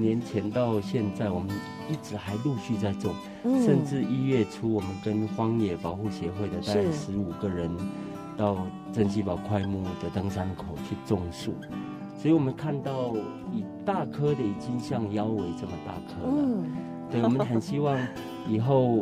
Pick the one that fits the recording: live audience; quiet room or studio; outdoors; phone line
outdoors